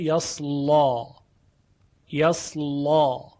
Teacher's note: دو وجه برای ورش ذکر شده یکی فتح یکی تقلیل یعنی در وجه فتح یصلا که اون وقت لامش تقلیز میشه یصلا یصلا و وجه دوم تقلیل یعنی اماله صغرا نوعی اماله